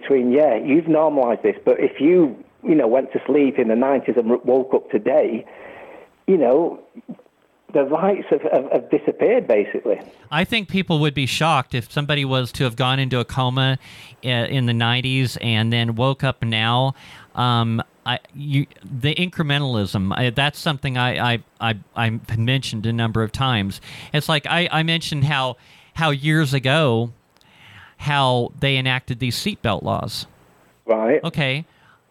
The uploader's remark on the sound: We have a call in guest for hour 2